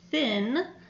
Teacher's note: thin is going to just have air escape through your teeth, and that is going to be an unvoiced sound